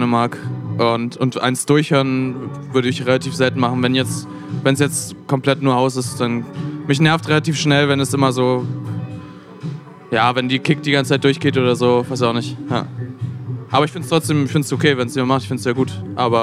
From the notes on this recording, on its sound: Live aus der Else. BLN.FM Interviews.